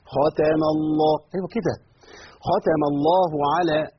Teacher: الهاء بتاعت اسم الجلالة، لابد من بيانها لأنها حرف يقبل أن يختفي. خاتم الله على، أيوة كده، خاتم الله على قو، القاف هنا حرف مستعلي مفخم وفي مرتبة عليها من التفخيم لأنها في المرتبة الثالثة.